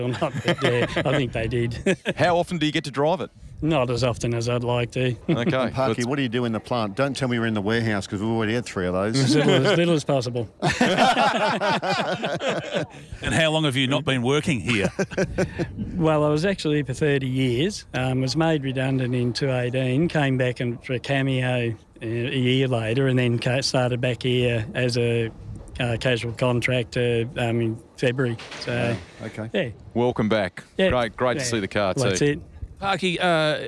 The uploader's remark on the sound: Live from Bendix Brakes